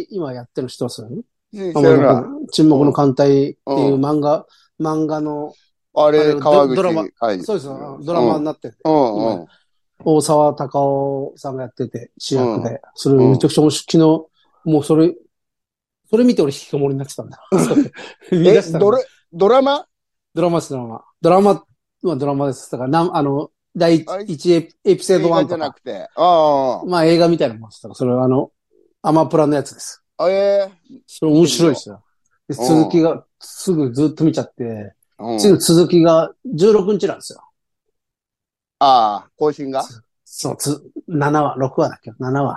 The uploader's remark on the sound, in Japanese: ZOOMで収録